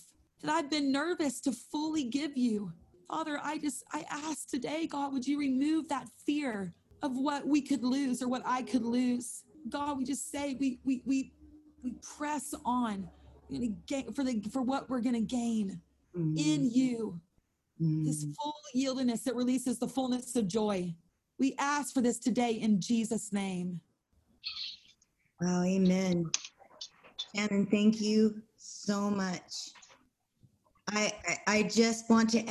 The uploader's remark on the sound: held over zoom